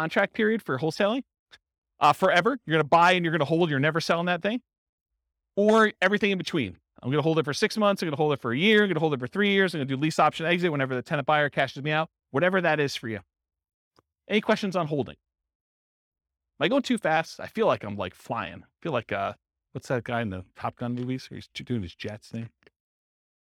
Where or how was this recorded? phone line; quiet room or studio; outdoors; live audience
live audience